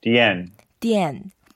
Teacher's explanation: It's fourth tone, so you go down.